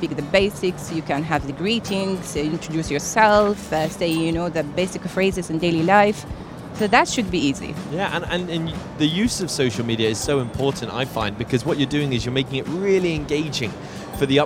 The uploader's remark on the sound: Live from SIBF 2023